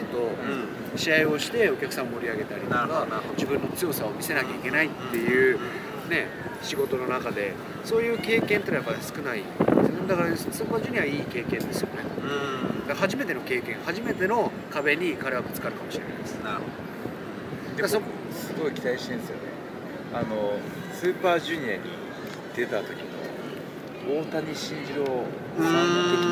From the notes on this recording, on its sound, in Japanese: あのニューヨークのセントラルパークで屋外収録!!今回は、屋外収録のため、部分的に聞き取りにくい箇所がございます。